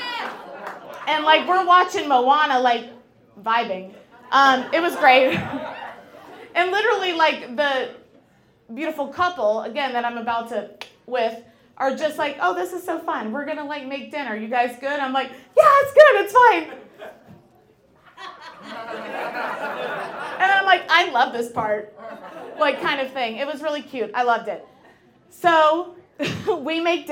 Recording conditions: live audience